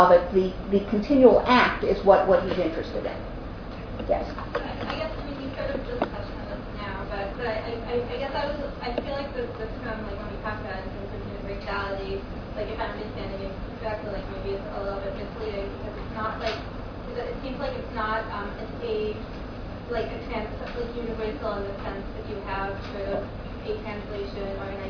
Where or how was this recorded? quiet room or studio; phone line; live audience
live audience